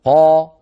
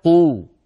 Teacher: كمية الهواء التي تملأ الفم لما تقول قا أكثر من قولك قو. جربوا قا قو قا قو، فنجد عند قولنا قو الفراغ الذي يملأ الفم أصغر بقليل من الفراغ الذي يملأ الفم لما يكون الحرف مفتوحا قا. · Term: التفخيم